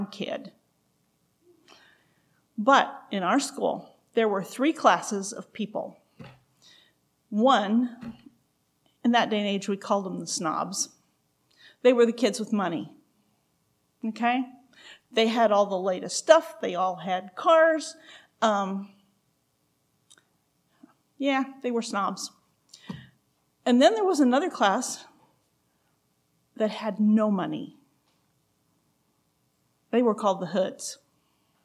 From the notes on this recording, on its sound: recorded June 17, 2023, at Ringgold Seventh-day Adventist Church